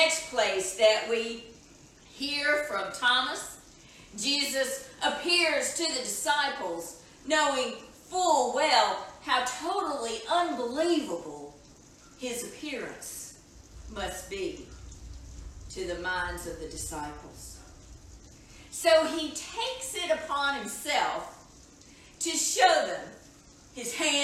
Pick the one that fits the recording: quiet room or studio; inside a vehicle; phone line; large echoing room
large echoing room